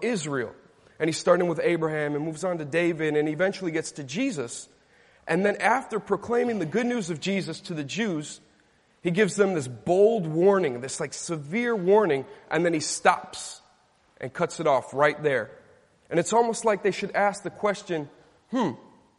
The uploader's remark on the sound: Delivered at Grace & Peace Fellowship in St. Louis, MO USA.